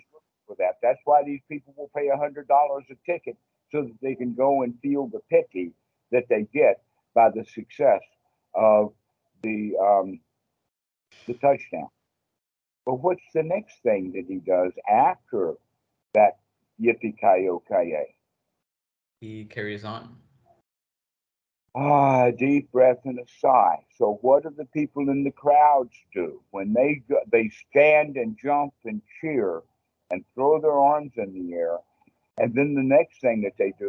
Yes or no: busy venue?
no